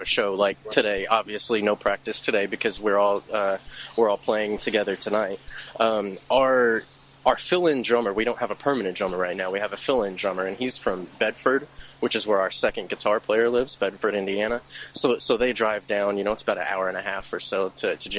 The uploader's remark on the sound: interview recorded prior to the band’s performance at Mag Bar in Louisville on August 6, 2017